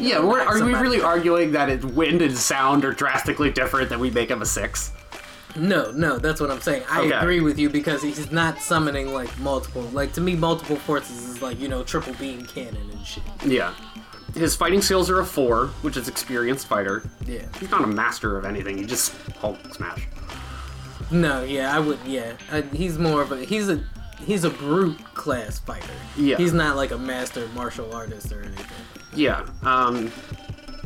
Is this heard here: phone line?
no